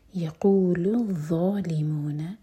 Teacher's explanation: زبان سامنے والے دانتوں پر ٹچ کرے گی پیچھے سے زبان اٹھائیں گے اور منہ بھر کر پڑھیں گے